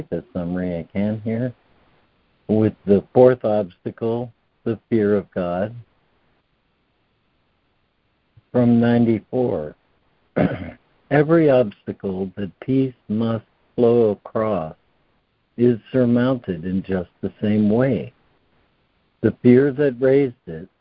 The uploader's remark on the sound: ACIM Daily Conference Call.